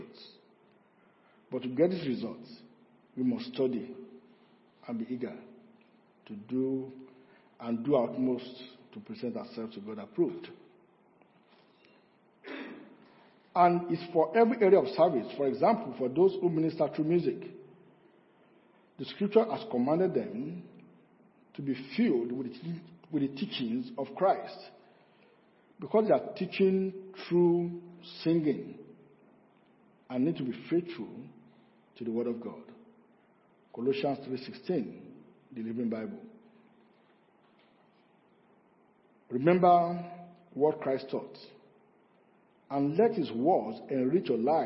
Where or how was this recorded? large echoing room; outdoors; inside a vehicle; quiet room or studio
large echoing room